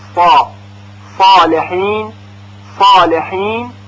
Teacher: این صوت اطباق در آخر حرف صاد شنیده میشه